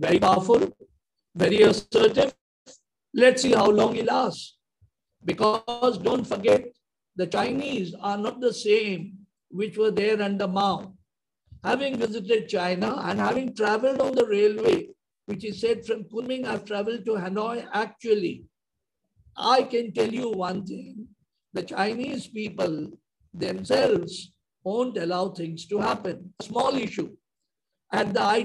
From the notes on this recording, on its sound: Zoom and Facebook Live